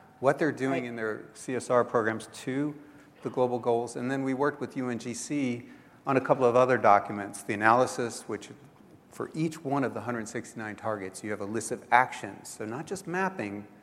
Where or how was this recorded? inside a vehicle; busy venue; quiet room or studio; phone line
busy venue